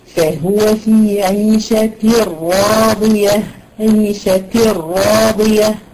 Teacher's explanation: يؤدى التنوين دون غنة · Term: إدغام بغير غنة